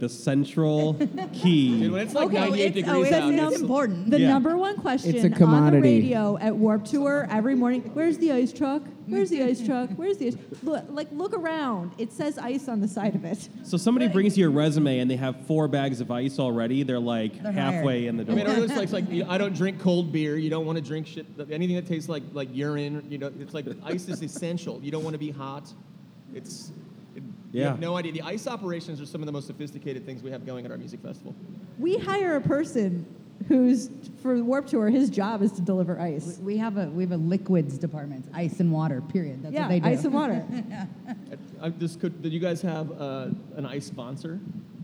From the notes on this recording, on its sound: In a live panel recorded at Chicago Athletic Association Hotel, four music festival come together.